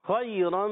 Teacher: خوا ادا ہوتا ہے حلق کے اوپر والے حصے سے، خوا عرف حلقی میں سے بھی ہے اور عرف مستعلیہ میں سے بھی ہے، موٹا بھی ادا کریں گے.